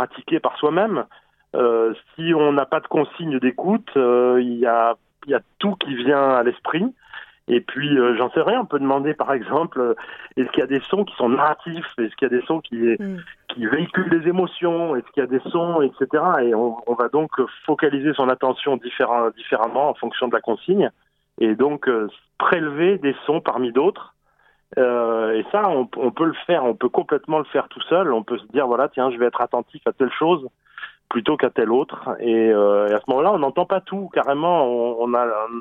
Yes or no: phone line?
yes